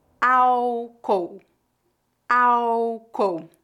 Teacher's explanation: Lembre-se de que, no Brasil, a letra L em final de sílabas é pronunciada como U. Álcool. Álcool.